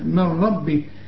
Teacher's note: النون اللي بعدها الراء إدغام كامل بدون غنة كأن النون غير موجودة